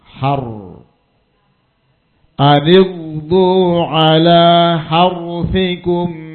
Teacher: Cara mentafhimkan, yani menebalkan huruf ra dengan mengangkat pangkal lidah ke atas dan bibir bawah diangkat sedikit.